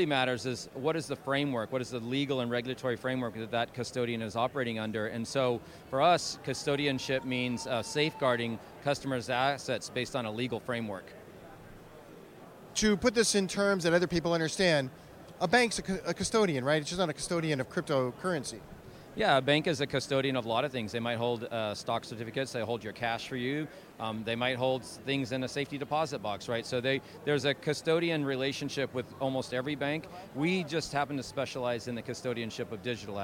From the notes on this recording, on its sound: At Consensus 2023, a blockchain and cryptocurrency conference in Austin, Texas.